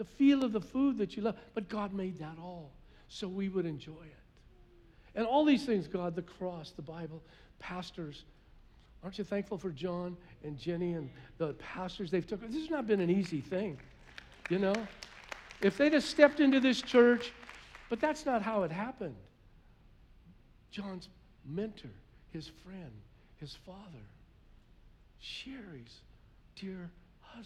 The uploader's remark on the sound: was preached on November 21st at the 11:30AM service